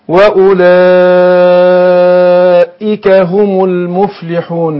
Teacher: متصل أربع حركات، ده مد واجب لازم أمد أربع حركات · Term: مد متصل